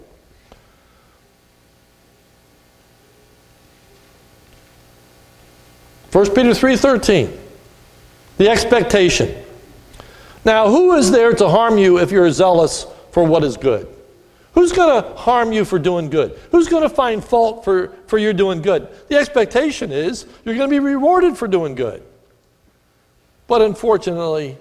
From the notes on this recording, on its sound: This is a sermon recorded at the Lebanon Bible Fellowship Church in Lebanon, PA on 10/01/2017 during the morning service. It was taken from 1 Peter 3 and was a communion message.